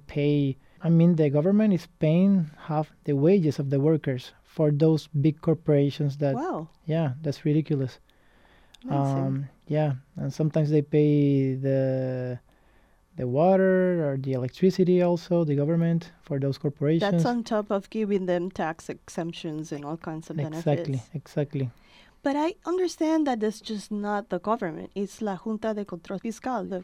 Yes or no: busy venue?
no